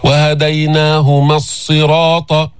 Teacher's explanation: هذه الألف تحذف منعا لالتقاء الساكنين